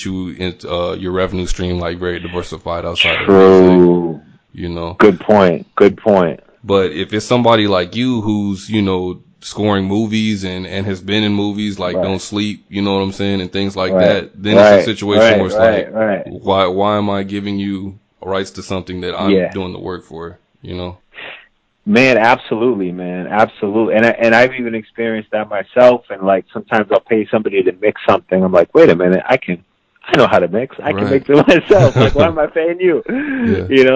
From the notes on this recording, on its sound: He called in to BYNK Radio